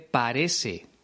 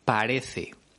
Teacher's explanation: consiste en pronunciar el sonido de la S en lugar del sonido de la Z o de la C · Shown in: first take · Term: seseo